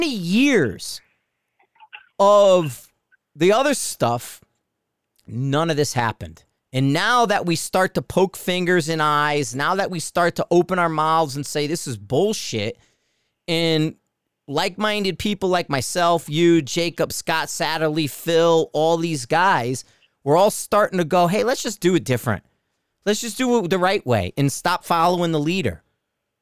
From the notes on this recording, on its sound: on the phone